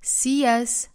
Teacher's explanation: see 和 us 之间连读带出小的 e